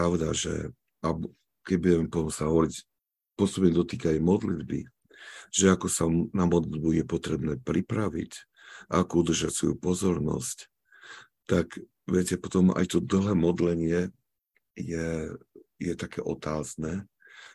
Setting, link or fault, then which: link, video call